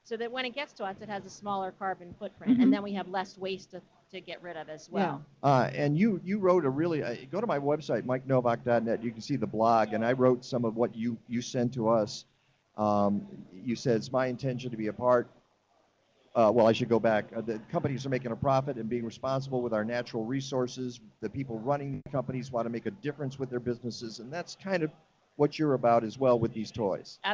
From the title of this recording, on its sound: Live from the 10th Anniversary Green Living Expo at McHenry County College!